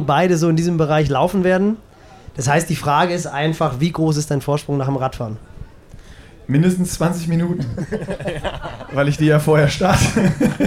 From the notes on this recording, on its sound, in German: Podcast Triathlongelaber live aus Roth. Auf der Messe.